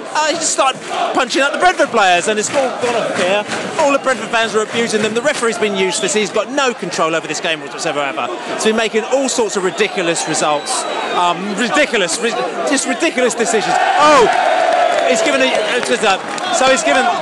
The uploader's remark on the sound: post-match podcast from the pub